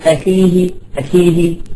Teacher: الخاء حرف مستعلي ولكنه غير مطبق، ما تشعر صعوبة بلفظه وإن كان مكسور